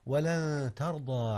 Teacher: أولا قوله تعالى ولن ترضى، هنا إخفاء يا أستاذنا، أخفيت نون لن قبل التاء، والتاء من أحرف الإخفاء